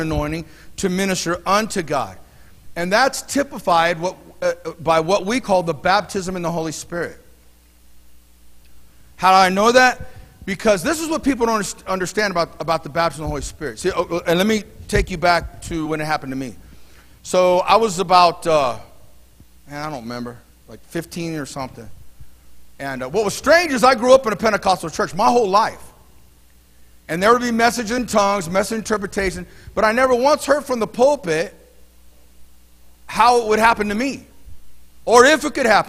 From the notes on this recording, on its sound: Mt. Zion Church Live!